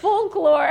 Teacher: The L is like, it's a light L.